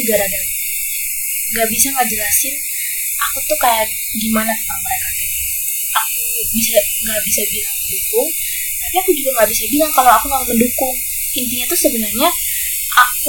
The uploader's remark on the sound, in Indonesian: episode kali ini bakalan banyak noise banget nih,karena tetangga lagi renovasi rumah dan suranya kenceng banget